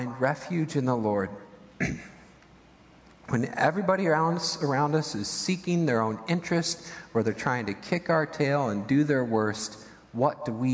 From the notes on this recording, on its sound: Midland Evangelical Free Church Sermon Audio